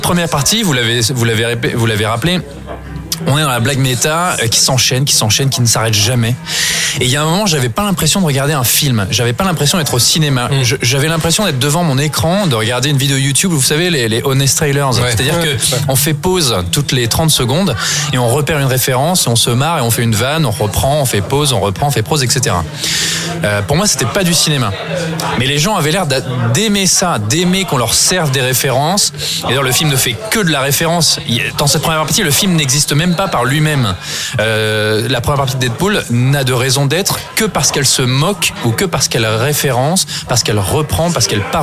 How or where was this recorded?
busy venue